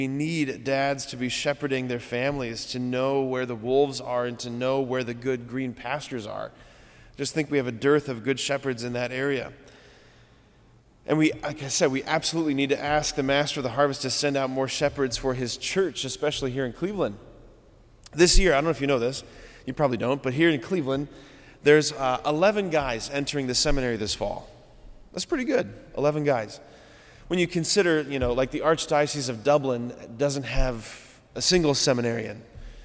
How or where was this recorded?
large echoing room